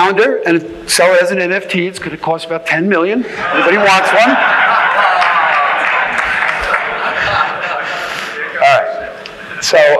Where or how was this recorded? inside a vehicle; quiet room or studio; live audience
live audience